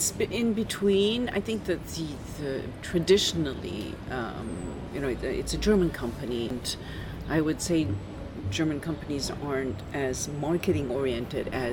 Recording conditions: busy venue